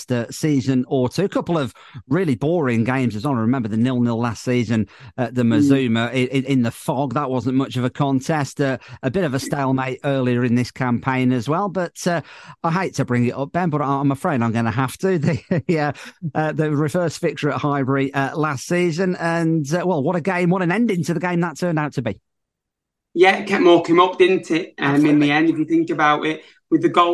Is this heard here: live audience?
no